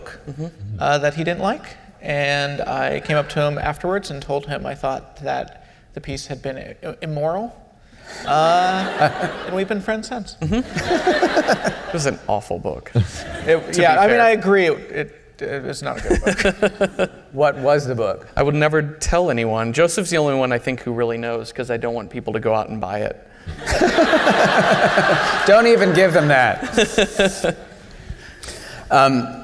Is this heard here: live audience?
yes